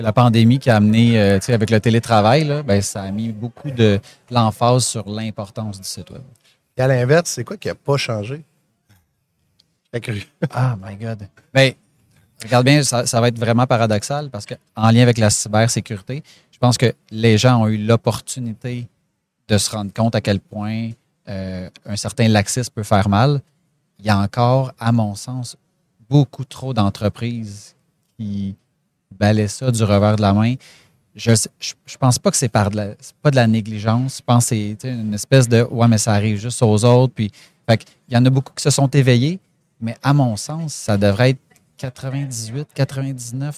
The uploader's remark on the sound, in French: en direct de Stratégies PME